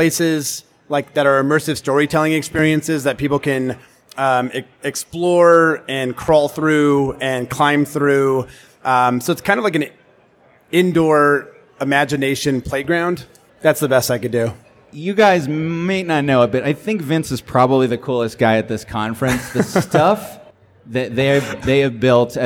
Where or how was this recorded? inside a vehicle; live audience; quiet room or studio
live audience